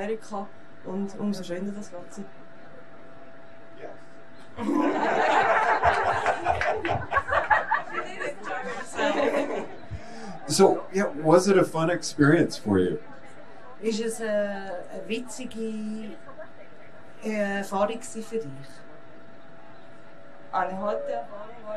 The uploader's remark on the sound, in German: Mit einem Live Podcast zu Gast beim Neusiedlersee.